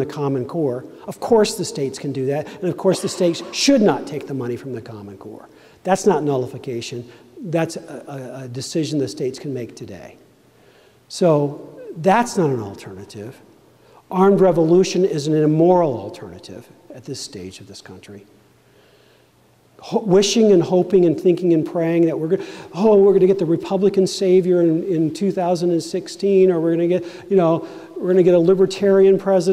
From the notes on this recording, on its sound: Convention of States at Maine Town Hall. Speaks to a town hall in Maine.